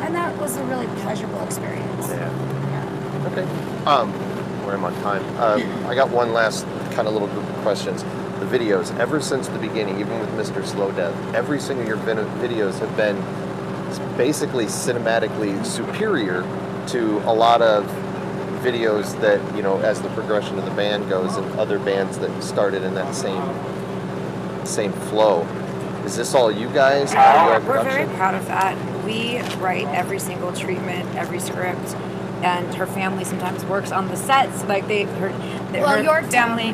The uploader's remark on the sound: We had a few minutes to kill just outside of the venue. With a little background noise I was still able to have a quick chat.